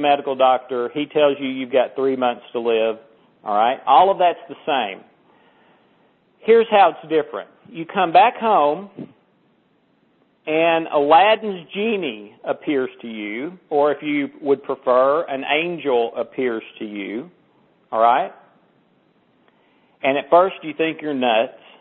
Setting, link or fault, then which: link, phone line